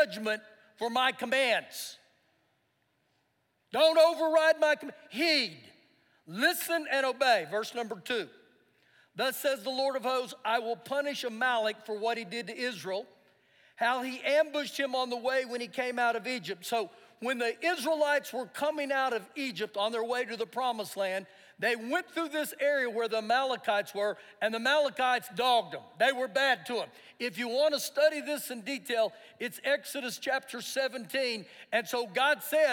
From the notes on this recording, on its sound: Recorded live during our Sunday morning service